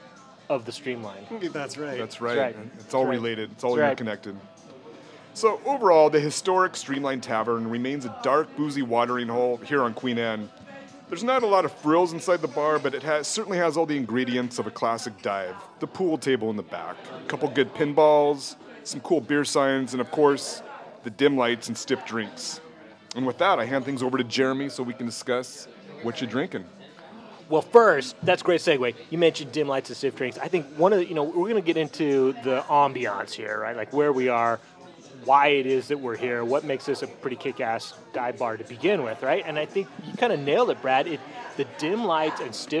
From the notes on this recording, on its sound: Recorded live in a dark corner of Streamline Tavern in lower Queen Anne.